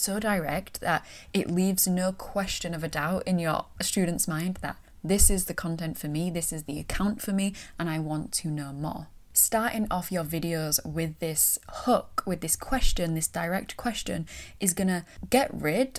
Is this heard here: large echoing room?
no